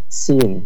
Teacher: ketika kita menggunakan huruf sin itu, ya, makhrajnya di ujung lidah, kemudian hams dan rakhawah